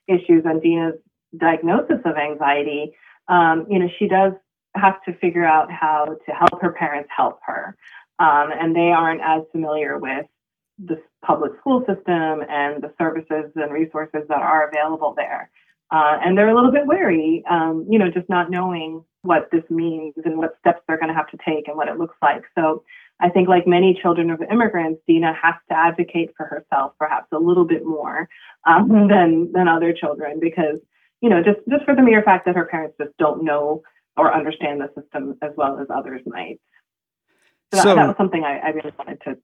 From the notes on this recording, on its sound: called in for a lively chat